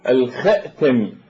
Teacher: بل كان يهمز الخاتم أيضا فيقول الخأتم